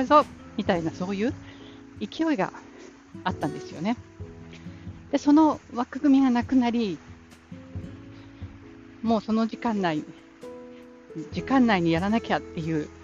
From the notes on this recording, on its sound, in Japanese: 久々にガンガンとウォーキングしながらの録音で、息が荒いです。